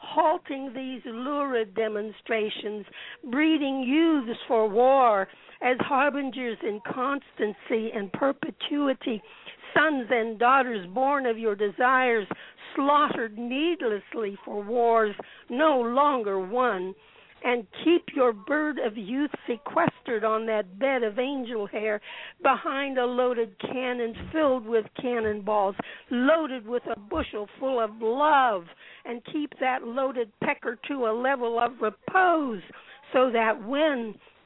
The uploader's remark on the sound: readers who called in from San Clemente, CA, Newark, NJ, Rochester, NY, Tucson, AZ, Desert Hot Springs, CA and Phoenix, AZ